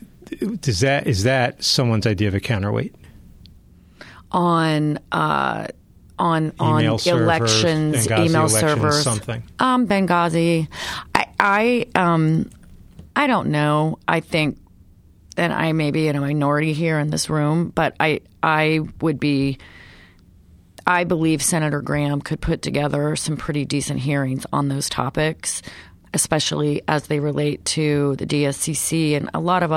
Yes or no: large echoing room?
no